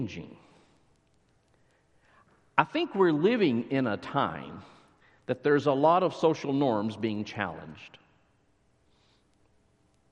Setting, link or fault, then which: setting, large echoing room